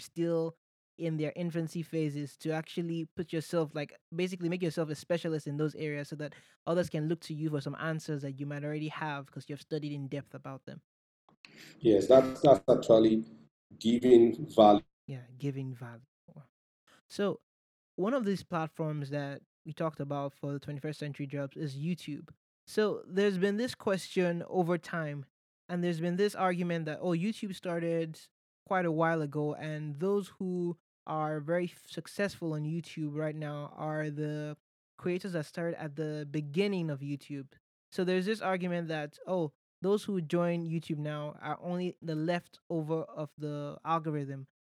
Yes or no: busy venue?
no